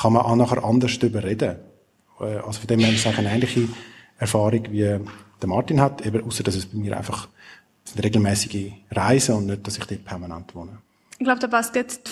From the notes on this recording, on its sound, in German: Zum ersten Mal wird live vor Publikum aufgezeichnet. Im Rahmen des Korrespondent:inntentages im Radiostudio Bern.